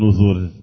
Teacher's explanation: المواضع الستة اللي في سورة القمر الراء فيها مرققة